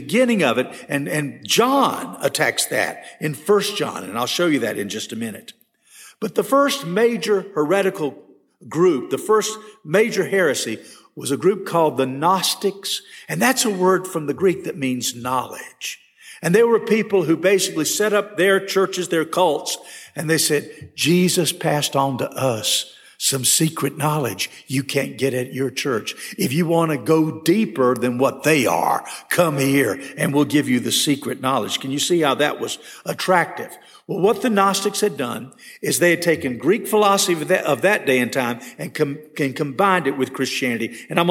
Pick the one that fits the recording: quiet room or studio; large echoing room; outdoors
large echoing room